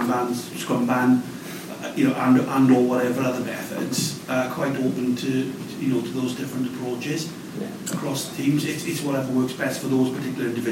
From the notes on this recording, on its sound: Audio of my talk from the Agile Wales Conference.